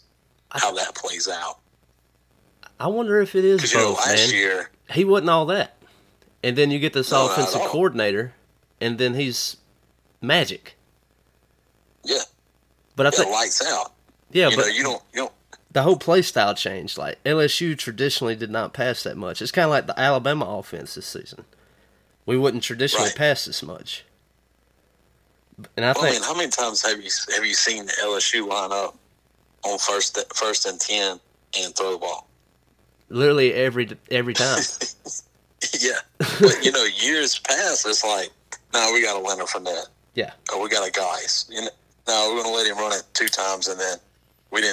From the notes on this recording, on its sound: Burnt the phones lines.